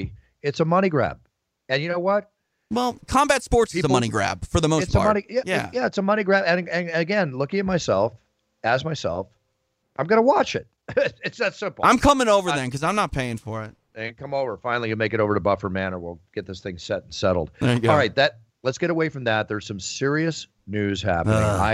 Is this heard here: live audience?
no